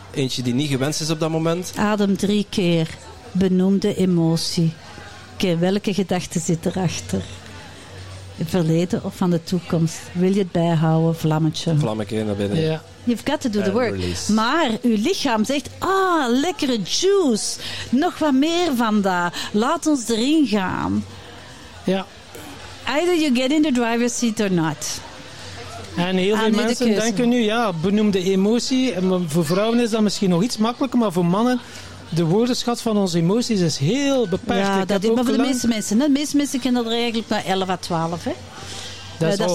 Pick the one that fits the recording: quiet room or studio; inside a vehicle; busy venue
busy venue